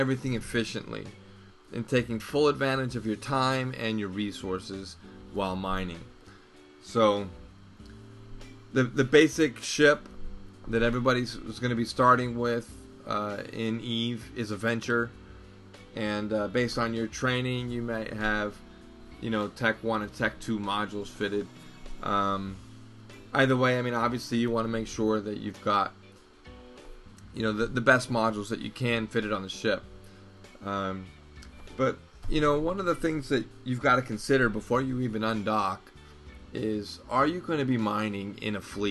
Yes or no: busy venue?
no